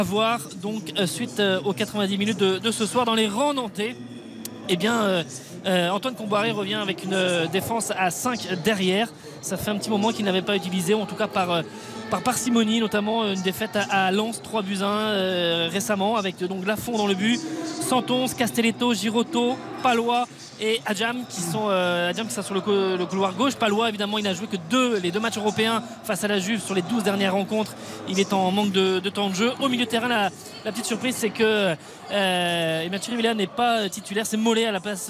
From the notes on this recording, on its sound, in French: en direct du Parc des Princes